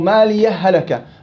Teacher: متماثلين صغير حكمهما الإظهار بسبب السكت. إذن لم يمنع السكت علاقة لكن منع الإضغام.